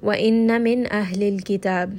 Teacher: noon is going to have tawassut. Just rest on this noon for a little bit.